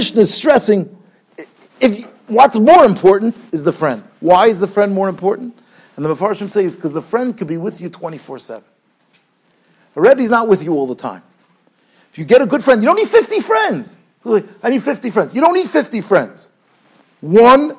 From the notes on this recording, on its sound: Shiur recorded in Yeshivas Ohr Reuven, Monsey, NY.